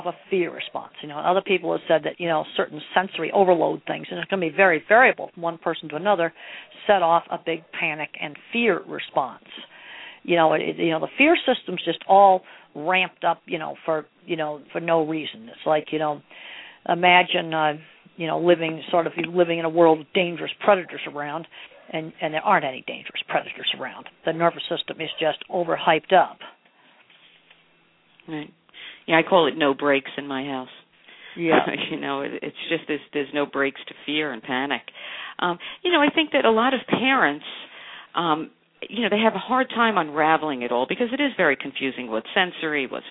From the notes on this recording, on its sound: surprised me with a phone call and we took it to the airwaves